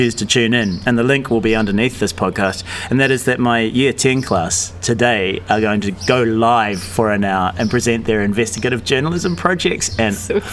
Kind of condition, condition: setting, outdoors